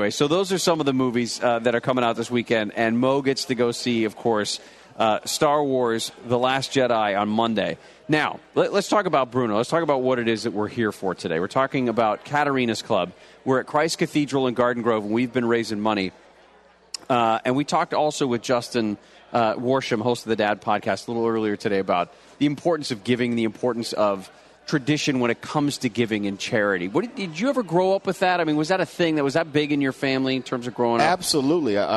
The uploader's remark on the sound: Live from the KFI Pastathon. Live at the Pastathon in Anaheim.